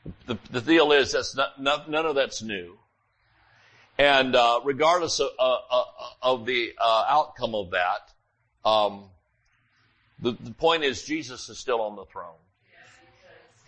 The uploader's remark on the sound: Sunday Morning Service